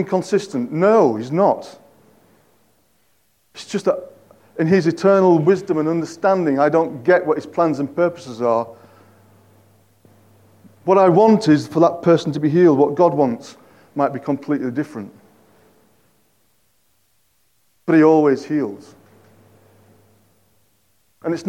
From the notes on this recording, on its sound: At King's Church, Cockermouth, as an audio file.